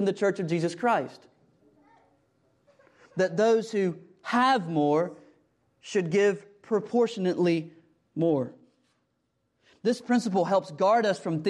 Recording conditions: large echoing room